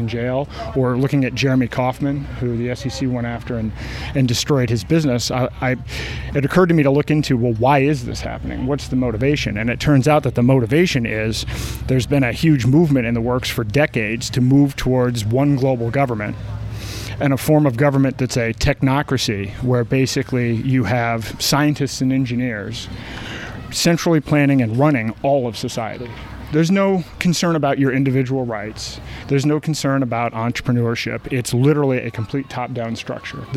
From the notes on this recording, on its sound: Sat down at the Free State Live Hub this Porcfest. Newhampshire.